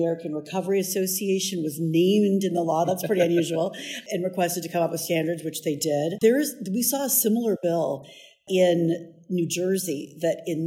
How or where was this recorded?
busy venue